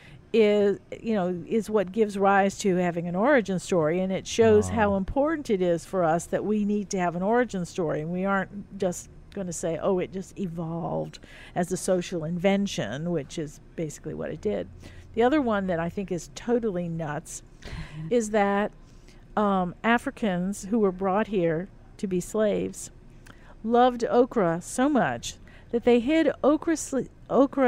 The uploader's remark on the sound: We recorded this episode of Midnight Menu 1 in the currently closed Grille by The Hill restaurant next to Monkey Hill bar on Magazine Street.